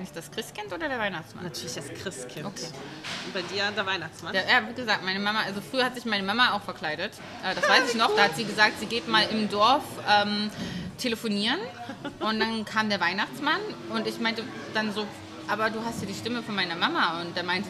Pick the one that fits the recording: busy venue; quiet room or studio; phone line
busy venue